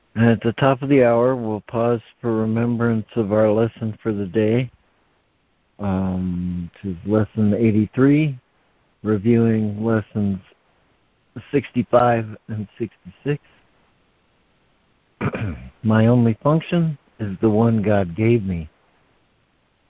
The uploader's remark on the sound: ACIM Daily Conference Call